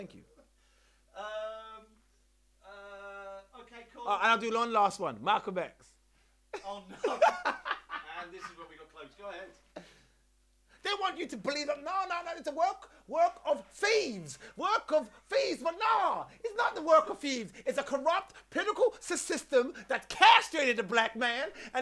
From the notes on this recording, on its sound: Apologies for the poor sound